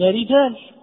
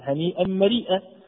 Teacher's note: راء مرققة قولا واحدا، وهي الراء المكسورة